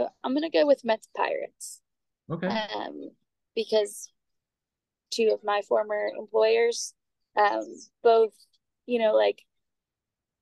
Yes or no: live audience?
no